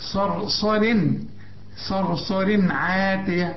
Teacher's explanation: شوف يا ريتك تتعلم الحروف، شوف بريح صرصر عاتية، صرصر الصاد مفخمة، الراء الأولى مفخمة لأن قبلها مفتوح، الراء الثانية ترقق عند الوصل إنما تفخم عند الوقف لأن قبلها مفتوح برضه، يعني تقول صرصر.